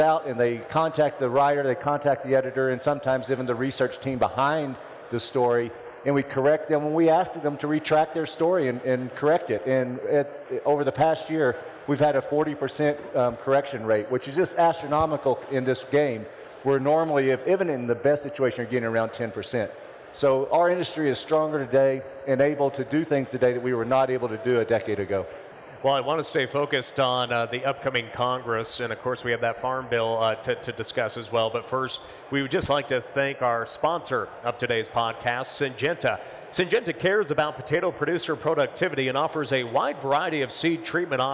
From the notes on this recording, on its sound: During Potato Expo 2023. Came together for a live podcast recording.